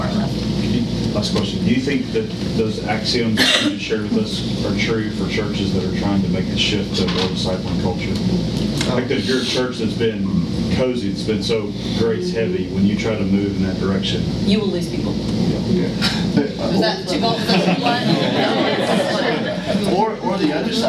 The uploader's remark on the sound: Today’s audio comes from the National Disciple Making Forum by Discipleship.org. An organization called Renew led a track called “Renewing the Teaching of Jesus for Disciple Making.”